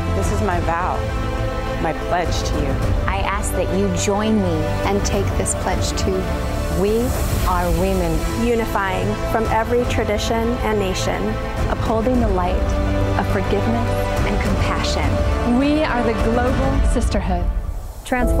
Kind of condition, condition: setting, busy venue